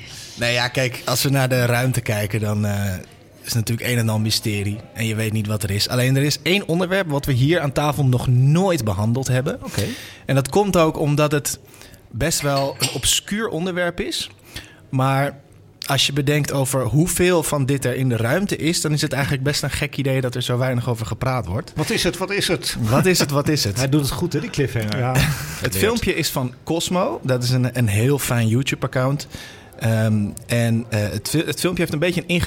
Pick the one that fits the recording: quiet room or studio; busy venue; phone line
busy venue